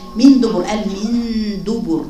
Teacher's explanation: عند الدال ضاغط في المخرج عشان الدال حرف شديد